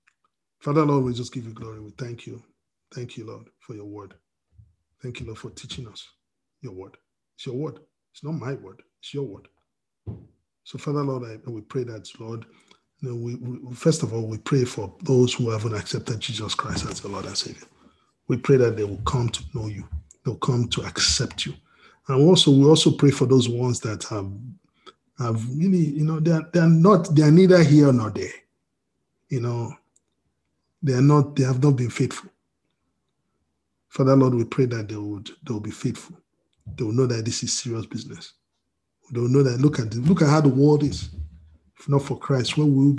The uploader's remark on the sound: We are on Zoom now. Princeton FTLW Church will be having our Sunday services at Noon on Zoom.